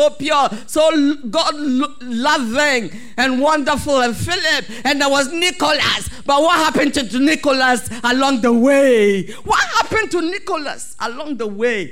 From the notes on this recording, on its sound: Sermon preached at CBC Shiashie Campus